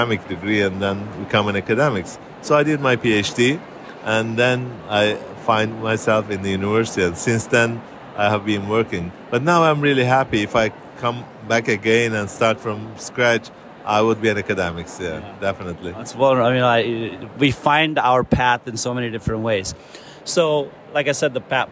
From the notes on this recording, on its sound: speaks with attendees at the European Association for International Education (EAIE) annual conference in Barcelona!